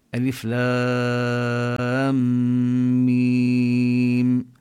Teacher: الشدة بعد حرف المد نقول هو مثقل، مثل ألف لام ميم، مد الألف مد لازم حرفي مثقل لأن الميم بعده مشددة